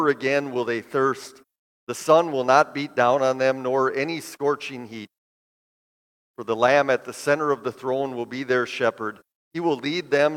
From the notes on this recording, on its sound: Bethany, Appleton, WI. This sermon at Bethany's Sunday worship.